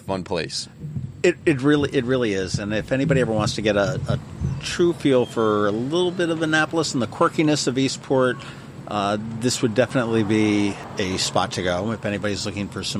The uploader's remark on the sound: Today, we sit down outside of Davis' Pub.